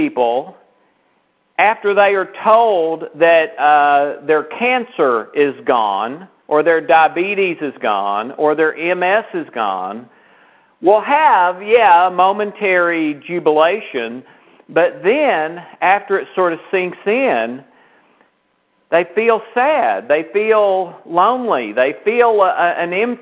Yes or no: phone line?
yes